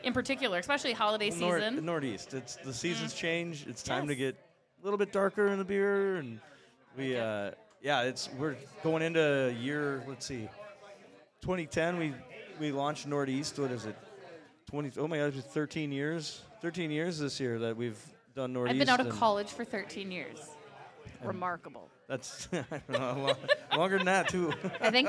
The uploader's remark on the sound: LIVE from Racks in Burnsville! We are live from Racks Sports Bar & Grill.